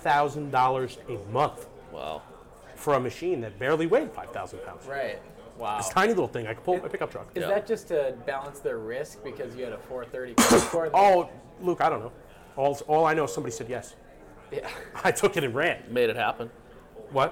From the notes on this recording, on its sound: LIVE AT CONEXPO 2023!